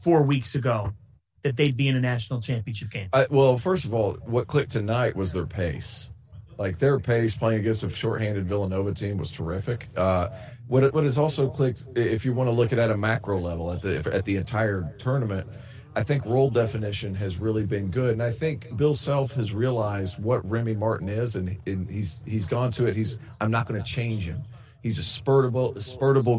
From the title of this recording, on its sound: LIVE from the Superdome!